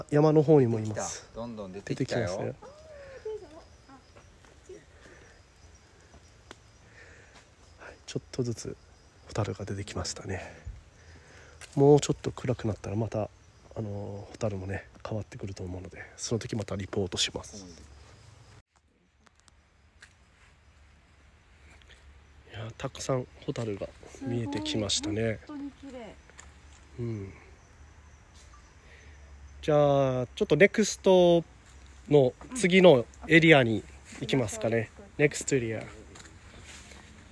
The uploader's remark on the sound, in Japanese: ホタル観測ライドを先週日曜日に行った際の音声を公開したいと思います。